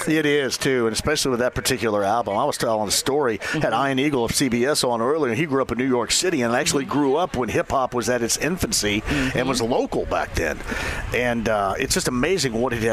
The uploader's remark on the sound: Live From The Indiana State Fair! Taking some calls from listeners of the show!